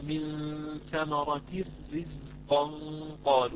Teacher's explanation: ينبغي أن ترقق الراء من كلمة رزق ترقيقا تاما لأنها مكسورة